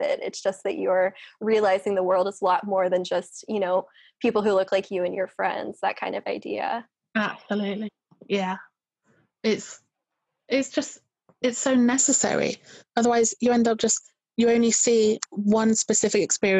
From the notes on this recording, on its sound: This episode was recorded remotely via Zoom for safety during the pandemic, so there might be inconsistencies in the sound.